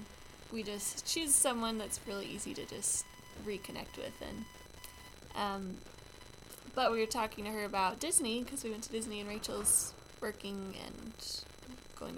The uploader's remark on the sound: Apologies in advance for the poor recording quality.